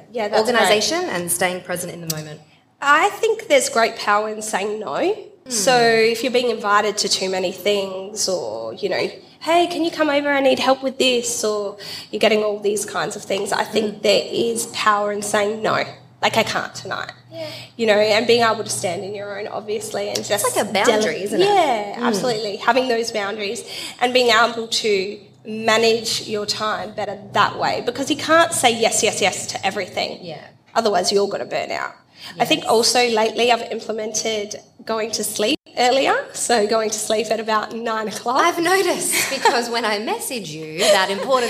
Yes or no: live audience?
yes